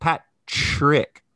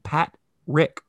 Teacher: In my English, anyways, that T becomes kind of like a CH sound. · Shown in: first take · Term: palatalized